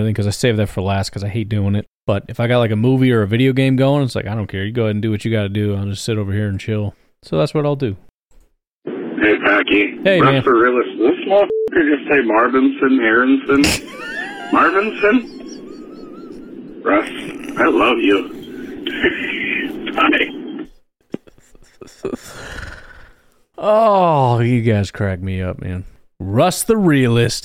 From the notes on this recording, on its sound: Call-in show. Hear from fans voicing their opinions.